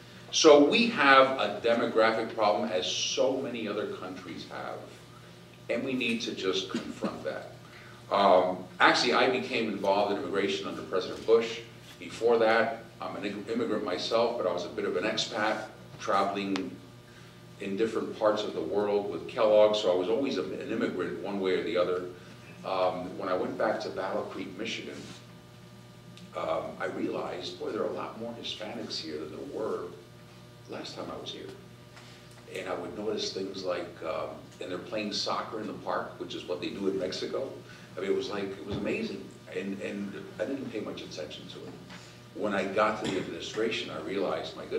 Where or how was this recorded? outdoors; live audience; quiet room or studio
live audience